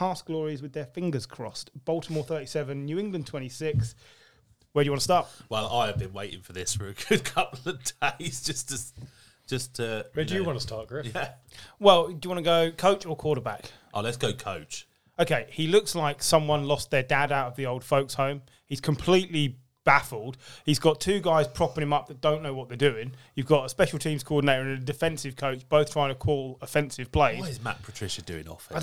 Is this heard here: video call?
no